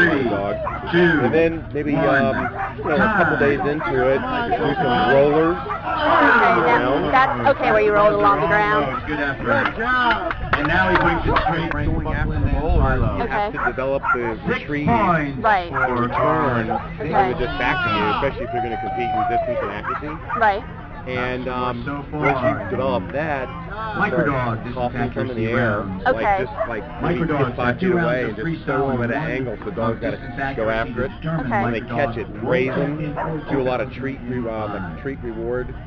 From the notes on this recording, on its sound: The Skyhoundz World Canine Disc Championship soundseeing tour! Join us as we bring you the sounds of the competition, interviews with competitors and play-by-play of selected routines. Listening to the announcer.